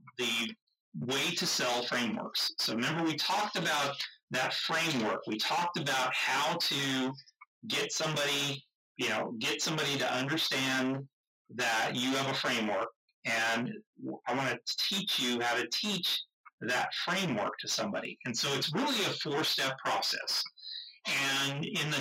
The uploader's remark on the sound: We apologize for the audio quality of this episode